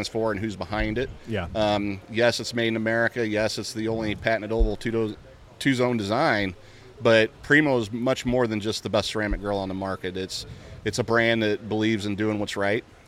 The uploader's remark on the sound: We are LIVE from the BBQ Love Fest in Tampa Florida